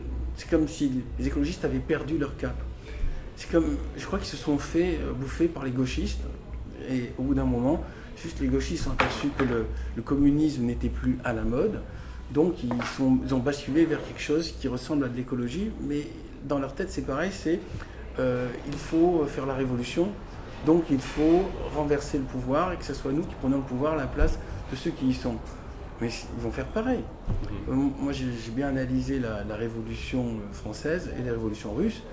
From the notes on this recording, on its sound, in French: C'est vraiment très brut : avec les bruits ambiants, les coupures et digressions.